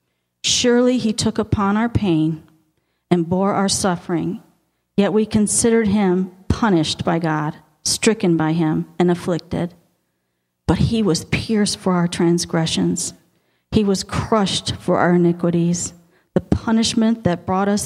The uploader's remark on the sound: Audio podcast of the 11am Sunday morning sermon. At Victorious Life Church on February 12, 2017.